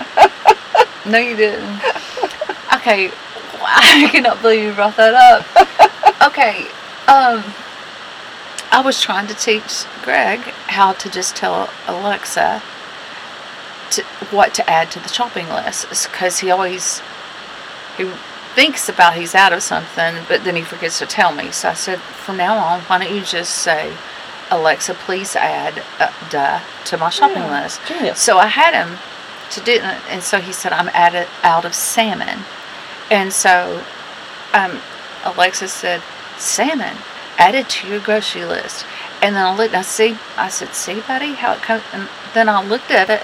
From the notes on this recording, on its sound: We are so sorry for the poor audio quality of this episode. We had an equipment meltdown and had to pull out "Old Bessie" to record. We got through it, but as the episode progressed, the humming sound grew louder and louder.